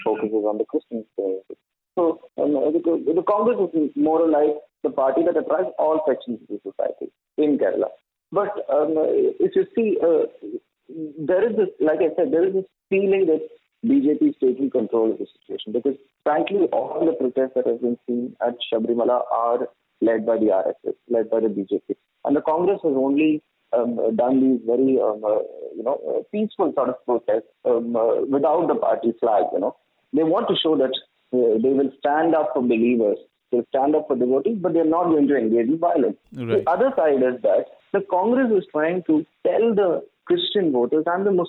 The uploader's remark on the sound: The panel is joined by two guests over the phone.